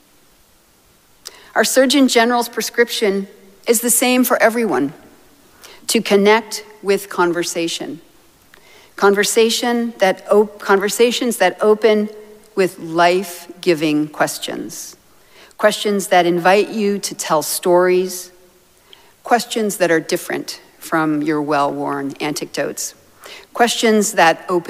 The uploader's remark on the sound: Recorded live at Arlington Street Church, Sunday, November 26, 2023.